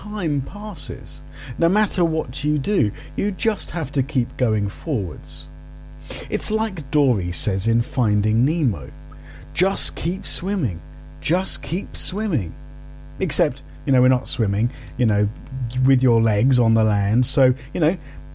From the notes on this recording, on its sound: North Downs Ridge. I needed to plug my laptop in whilst recording, creating an annoying electric hum I couldn't remove.